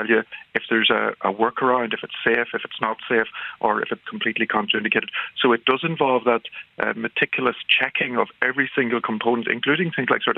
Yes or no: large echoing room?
no